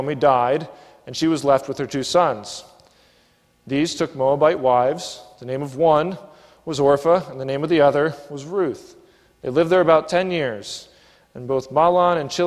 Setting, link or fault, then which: setting, large echoing room